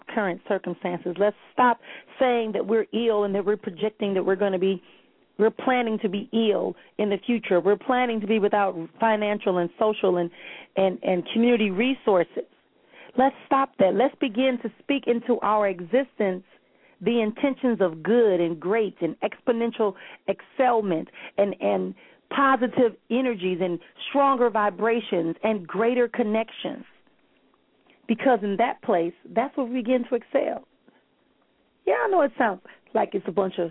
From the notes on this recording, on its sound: callers may call in with questions